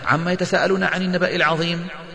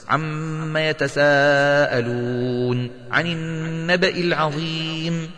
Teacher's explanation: على الأقل تغن الميم وتمد المد الواجب المتصل · Shown in: second take